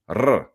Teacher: if a word starts with the letter R, they trill it